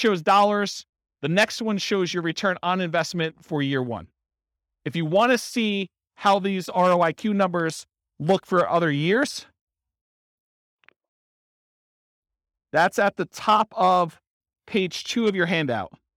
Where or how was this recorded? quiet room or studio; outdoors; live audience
live audience